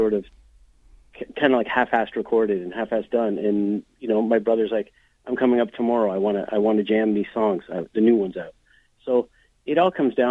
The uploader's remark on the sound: called